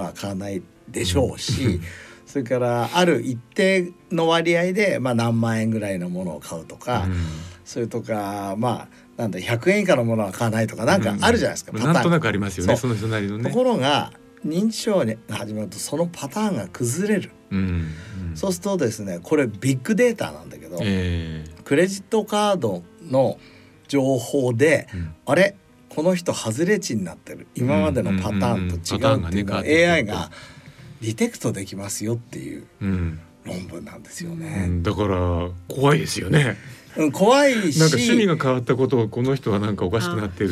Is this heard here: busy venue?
no